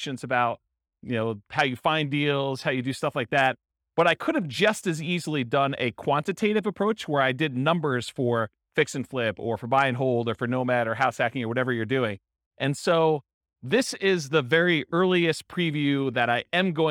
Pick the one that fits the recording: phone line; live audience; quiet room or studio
live audience